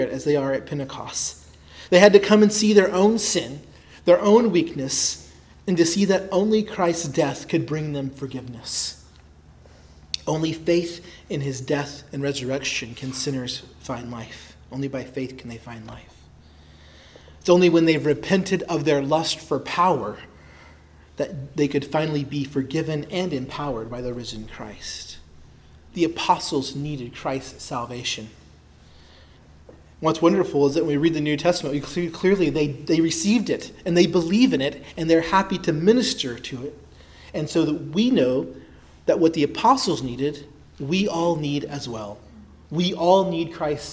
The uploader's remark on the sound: Preached at Christ Our Savior Baptist Church on Sunday, March 26, 2023.